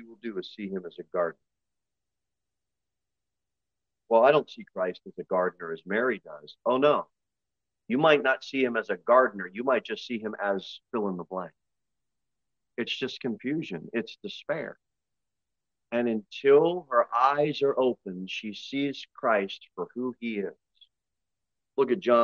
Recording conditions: large echoing room